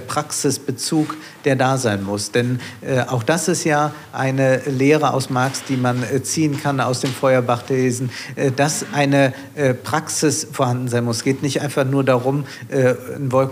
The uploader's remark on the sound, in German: Den Audiomitschnitt der Veranstaltung hören Sie jetzt im UM Podcast.